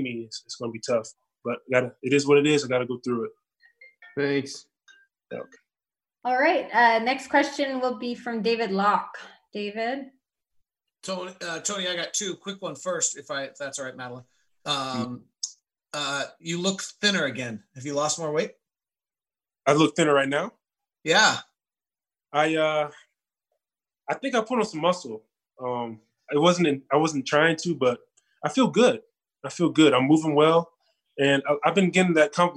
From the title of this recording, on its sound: Zoom Media Conference